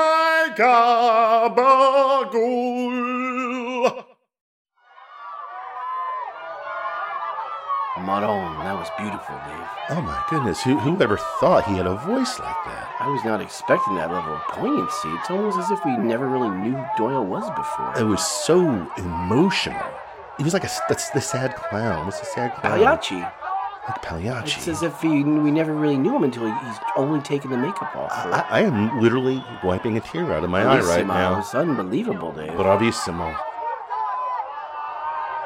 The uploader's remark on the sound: LIVE FROM THE PRUDENTIAL CENTER IN NEWARK, NJ